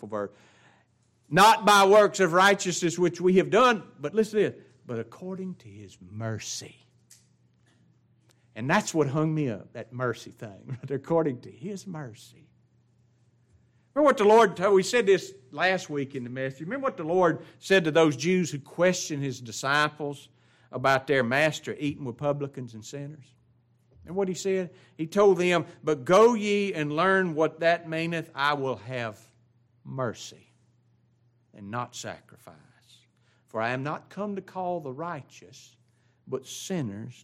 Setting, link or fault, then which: setting, large echoing room